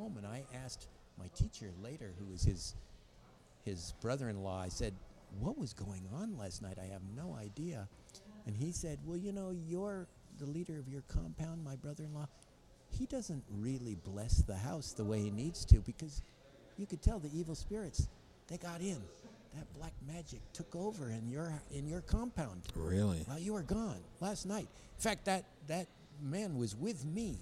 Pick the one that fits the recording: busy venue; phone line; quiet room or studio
busy venue